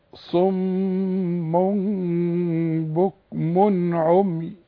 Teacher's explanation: بكم الميم عليها ضمتين، بكم والتنوين اللي بعده عين، اوعى تغن ابدا في حياتك